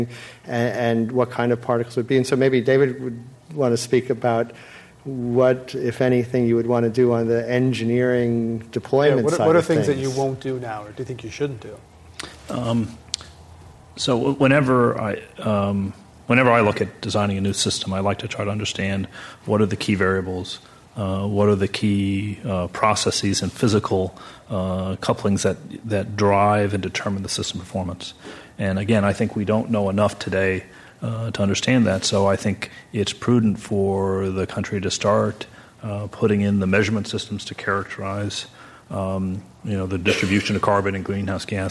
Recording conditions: live audience